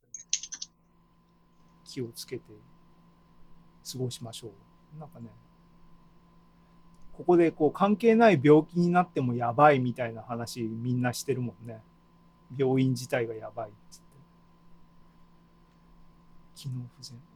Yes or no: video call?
yes